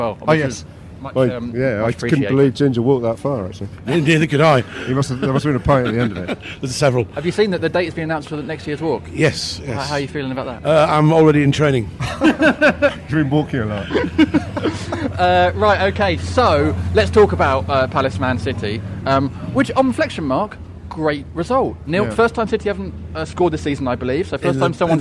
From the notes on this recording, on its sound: in an extraaa pod outside Selhurst